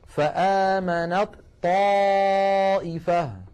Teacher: وهي من مخرج الطاء، فإذا وصلنا كلمة آمنت مع كلمة طائفة نحول التاء إلى طاء ثم ندغم الطاء الأولى في الثانية · Term: إدغام